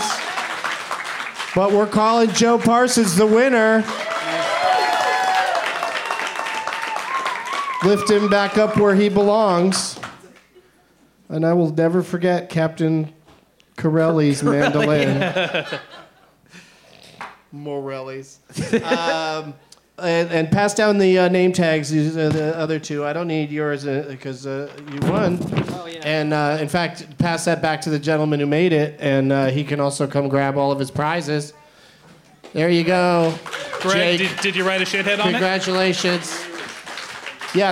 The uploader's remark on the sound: Live from Fantastic Fest in Austin